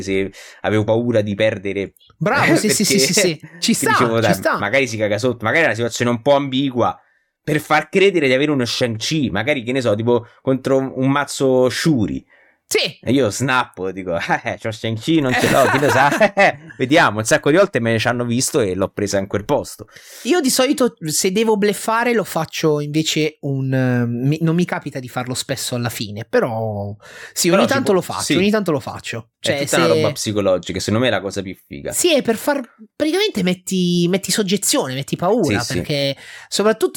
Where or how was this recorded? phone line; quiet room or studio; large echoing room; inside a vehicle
quiet room or studio